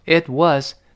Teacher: 那个 it 自然就失爆了，因为单词末尾的 t 。”本身它就施暴，不看后面是什么词就施暴。Itwas，它就没有动词。Itwas，itwas，因为它犹豫着说嘛，要这么说。Maybe it was the goldcoin，可能要不就是那家叫什么金币餐厅，GoldCoin，就是这个餐厅的名字啊。所以这个 it 跟 was 连不连读是看你语速的快慢啊。It was the goldcoin，gold 这个 gold 就是金子，那个的失去爆破了，因为的是舌尖爆破嘛。后面那个 coin。coin 又是辅音开头，叫